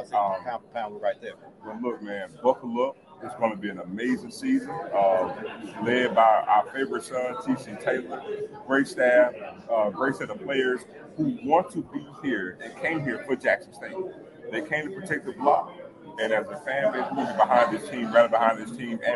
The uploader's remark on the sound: Live from SWAC Media Day